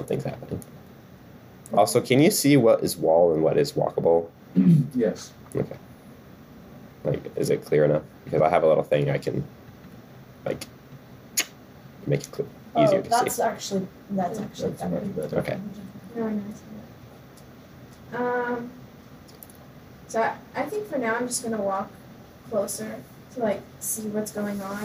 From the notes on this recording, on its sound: We had an equipment issue when recording this episode and the sound quality is noticeably worse than others.